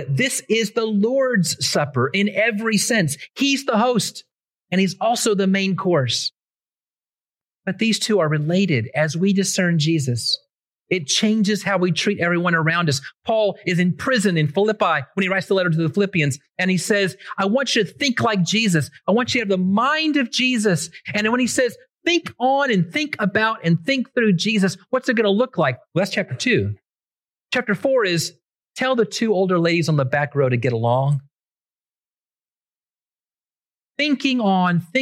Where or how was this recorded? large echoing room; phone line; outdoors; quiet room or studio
large echoing room